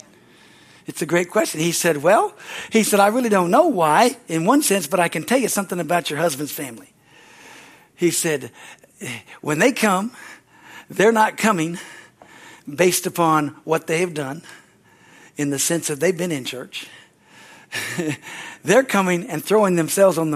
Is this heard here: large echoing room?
yes